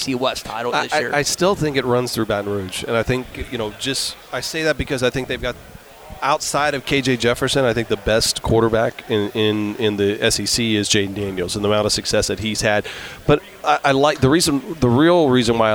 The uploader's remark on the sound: LIVE from Radio Row